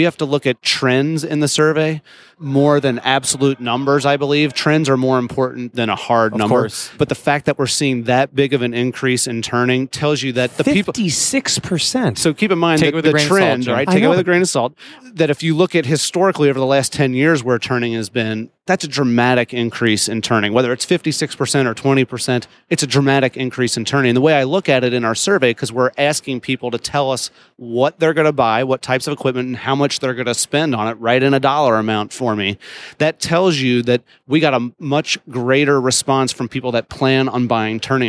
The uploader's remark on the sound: Live from IMTS 2018